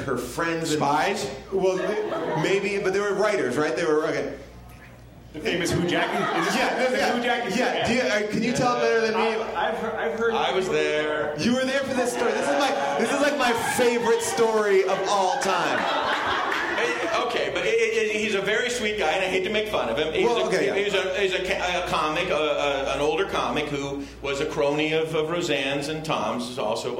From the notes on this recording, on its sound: Structure of a Sitcom and Rise of the Anti-Sitcom panel from ATX Television Festival.